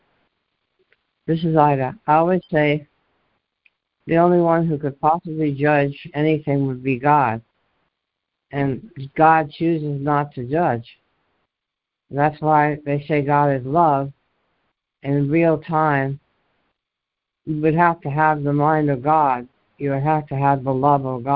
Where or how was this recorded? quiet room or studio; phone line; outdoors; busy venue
phone line